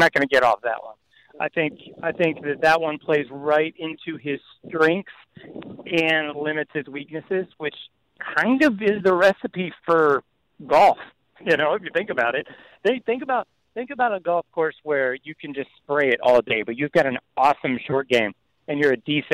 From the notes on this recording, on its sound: LIVE on the course at PGA National.